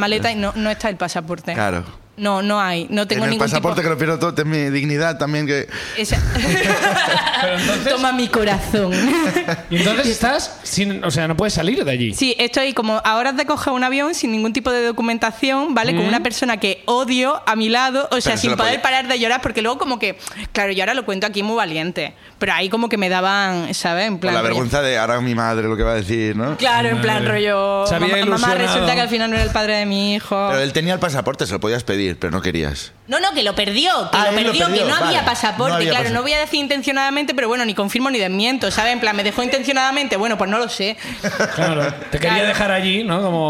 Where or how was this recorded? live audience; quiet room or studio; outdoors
live audience